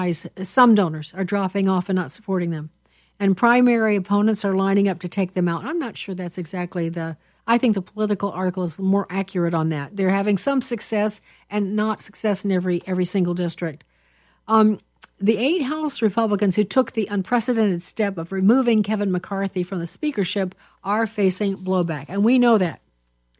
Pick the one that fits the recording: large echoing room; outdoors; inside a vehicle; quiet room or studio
quiet room or studio